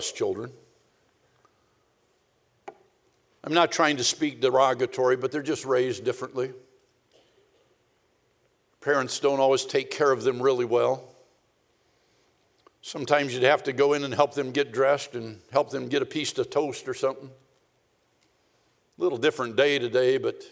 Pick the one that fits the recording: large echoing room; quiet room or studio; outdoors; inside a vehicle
large echoing room